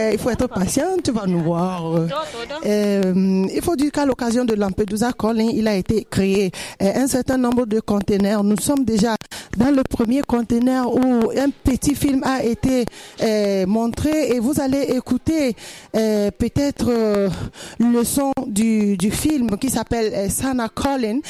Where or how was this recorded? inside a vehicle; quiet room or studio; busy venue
busy venue